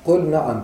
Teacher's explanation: بل يظهر اللام عند النون ويحذر من إخفاء اللام في النون أو إدغامه فيها، لأن اللسان يسبق إلى ذلك بسبب تقاربهما في المخرج والصفات.